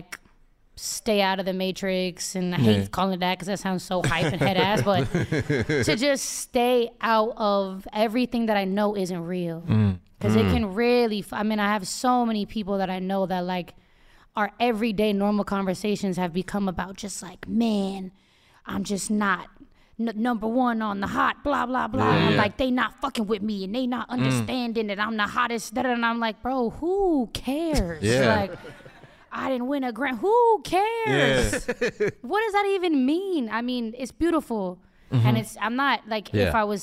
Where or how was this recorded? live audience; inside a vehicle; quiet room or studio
live audience